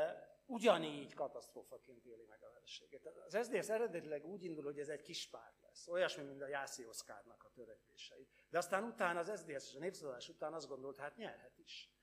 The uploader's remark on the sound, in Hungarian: rendezvényének felvétele